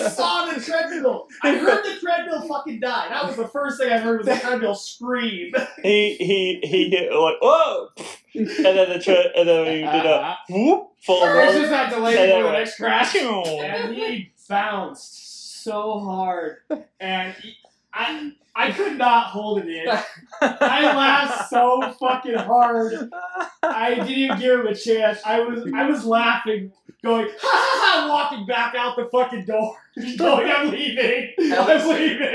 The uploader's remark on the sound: Honestly, it's an unhinged in-person hangout. Sorry about the echo.